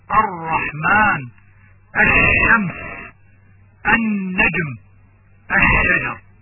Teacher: أدغمت في الحرف الذي يليها في الكلمات الباقية، وظهرت شدة على الحرف بسبب إدغام اللام بها · Term: اللام الشمسية